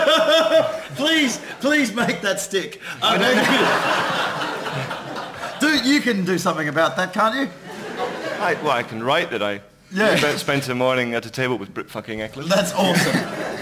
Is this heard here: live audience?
yes